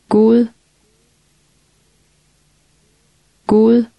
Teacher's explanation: a D at the end of a word or a syllable has a soft sound followed by a glottal stop